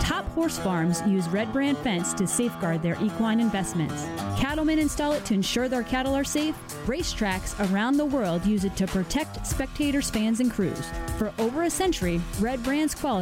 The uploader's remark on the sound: LIVE at Port Royal Speedway for the Weikert’s Livestock Winged Nation, presented by Folkens Bros Trucking & Red Brand Fence!!